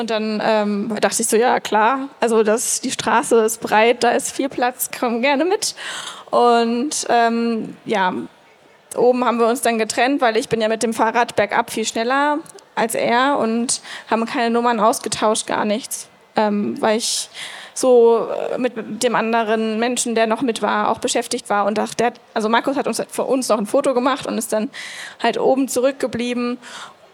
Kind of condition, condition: setting, busy venue